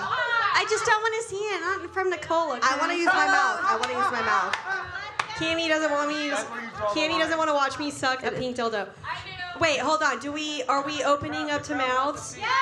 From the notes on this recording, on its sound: NEW YORK LIVE SHOW. NYC LIVE SHOW episode!!